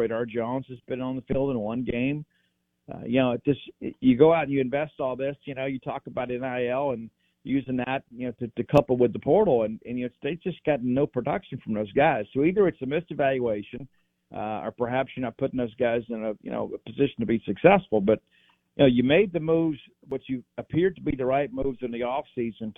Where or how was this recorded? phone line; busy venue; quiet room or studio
phone line